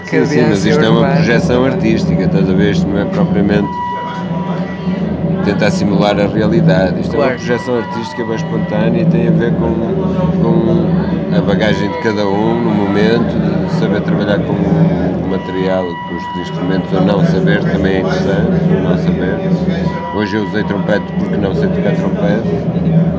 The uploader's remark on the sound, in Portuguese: Entrevista gravada na "Matinoise" das Cantigas do Poço no Rockstar pub, em Braga.